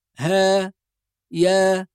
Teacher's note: بعض الناس يثبت همزة في هاء ويا فيقول هاء ياء، وهذا خطأ، وإنما الصواب هاء ياء بدون همزة، هاء ياء.